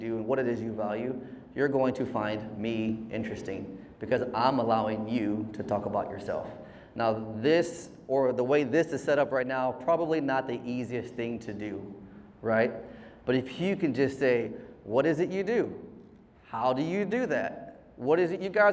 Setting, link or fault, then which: setting, live audience